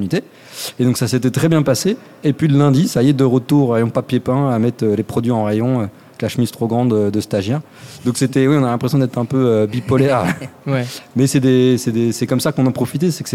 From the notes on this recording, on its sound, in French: Bienvenue sur cette série d'épisodes enregistrés en live au musée Aeroscopia à Toulouse. En scène ouverte devant le public.